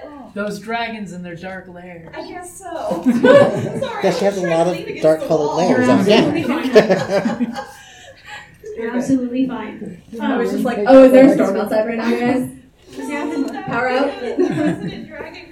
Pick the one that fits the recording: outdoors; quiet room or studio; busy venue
busy venue